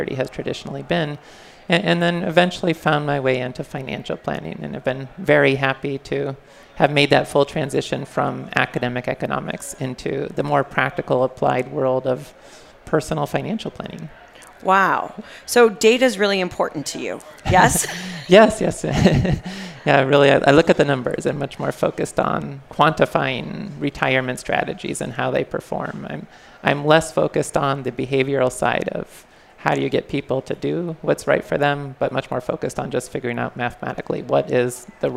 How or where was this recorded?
busy venue